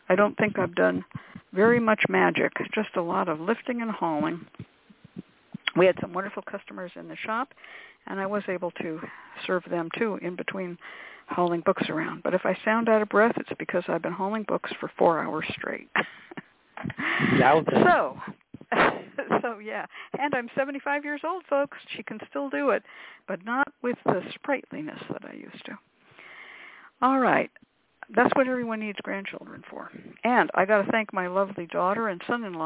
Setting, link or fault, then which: link, phone line